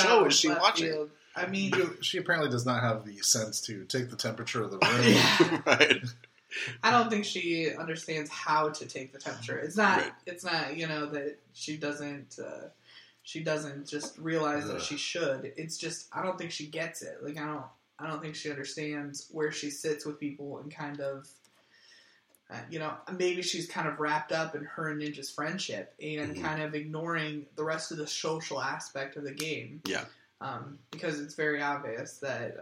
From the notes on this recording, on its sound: Please forgive audio quality this episode. We screwed up.